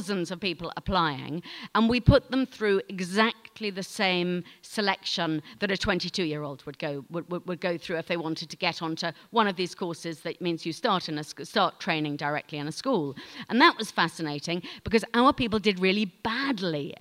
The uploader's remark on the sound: she tells the audience at 5x15